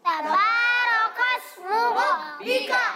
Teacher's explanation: کاف کو ملائیں گے سین سے، اور کاف کو باریک رکھنا ہے